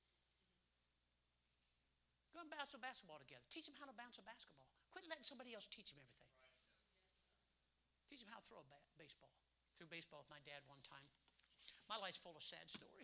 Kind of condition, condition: setting, large echoing room